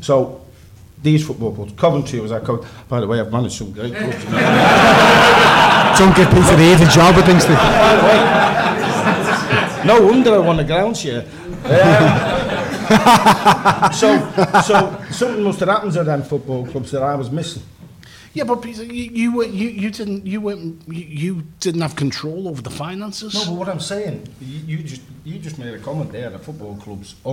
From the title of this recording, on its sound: Live from Liverpool